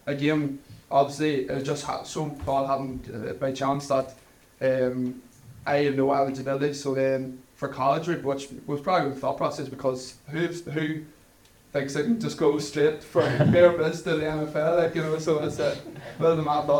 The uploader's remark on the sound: Live from the Hill Of The O'Neill in Dungannon